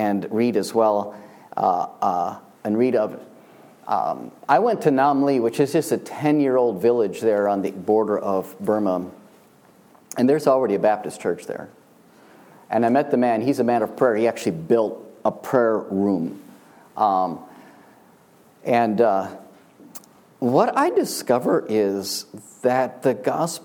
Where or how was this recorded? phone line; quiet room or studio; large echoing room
large echoing room